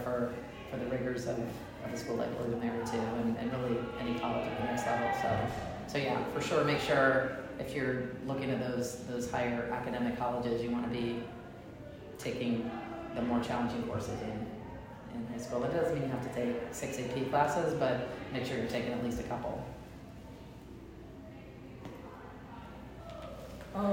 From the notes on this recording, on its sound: In this episode I was onsite at the Virginia Revolution Sportsplex in Leesburg, Virginia for the Future Tribe ID Clinic. I recorded the three question and answer sessions with the prospects and coaches.